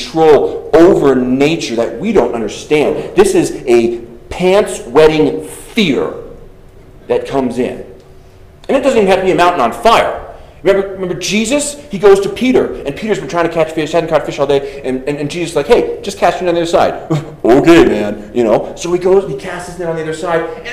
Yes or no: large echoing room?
yes